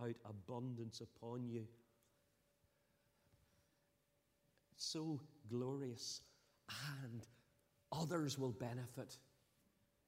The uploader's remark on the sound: Sunday 8th October 2023 evening service